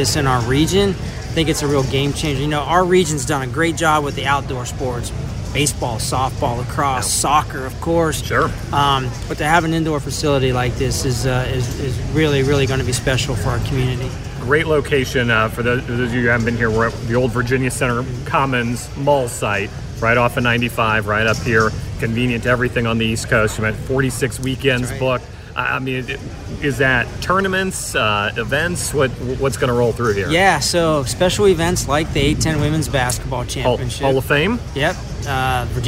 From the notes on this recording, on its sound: live from the Henrico Sports and Events Center